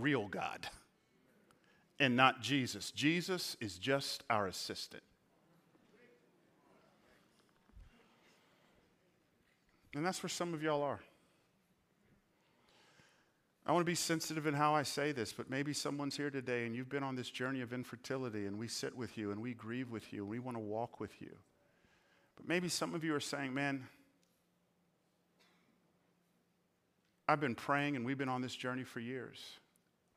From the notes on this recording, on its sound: Recorded on 4/2/23 at Hope Church in Las Vegas.